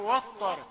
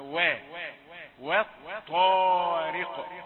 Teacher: الذي ينطق يلاحظ أن الطاء بعد صوت الواو مباشرة فيقول وطر، فنقول وا، هذا غير صحيح، إنما وا وطارق. فالواو رقيقة، لماذا تفخمها؟ لمجاورتها لصوت الطاء · Shown in: second take · تقول وطر، لا أبدا لا يصح.